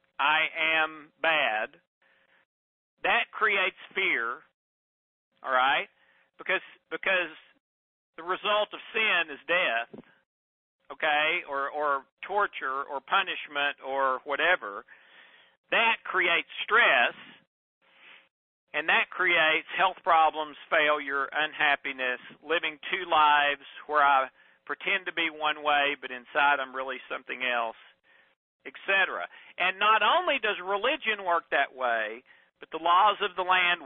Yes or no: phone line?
yes